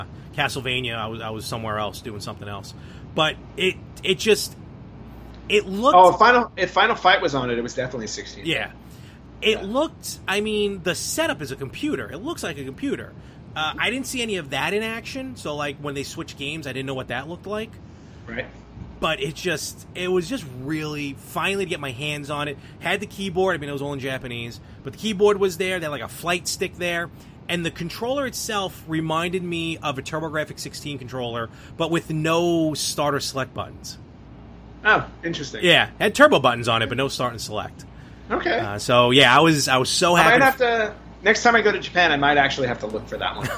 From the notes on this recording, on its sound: live from the Long Island Retro Gaming Expo